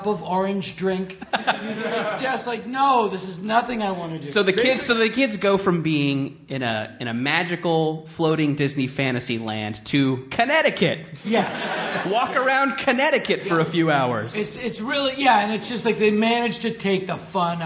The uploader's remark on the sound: Live on a Battleship. Recorded live on the USS Iowa.